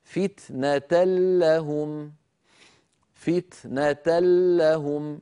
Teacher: بعد الإدغام هكذا كما نرى أمامنا الآن فتنة لهم، فتنة لهم، ما بقي من التنوين شيء، لا ذاته ولا غنته، تحولت النون بجزئيها إلى لام وأدغمنا اللام في اللام فصار النطق بلام مشددة